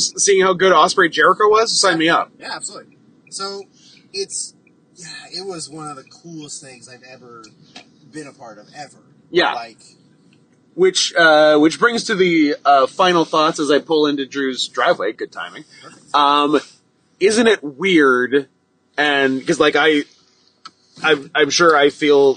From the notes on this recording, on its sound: Speaking into the same phone in a moving car.